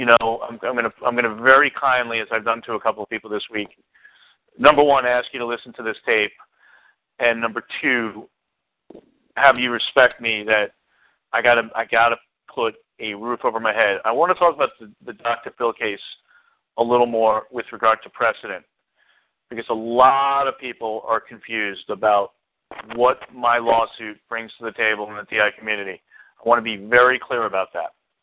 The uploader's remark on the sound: Community Conference Call